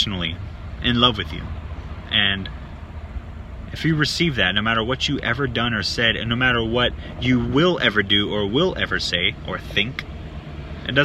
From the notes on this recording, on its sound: Forgive the noise and lighting in the elements, it was a spontaneous request!